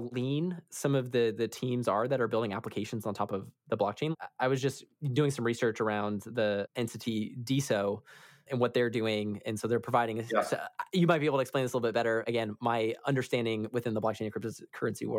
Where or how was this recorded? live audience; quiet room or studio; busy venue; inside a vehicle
quiet room or studio